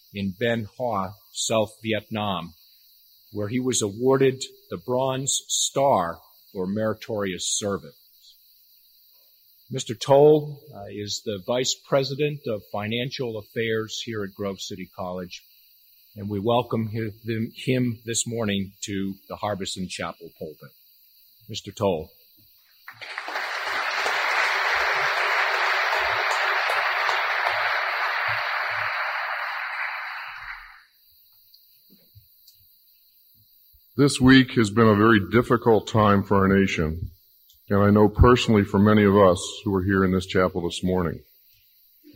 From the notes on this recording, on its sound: Chapel Service on 9/13. Listen in to the recording of Grove City College's Chapel service.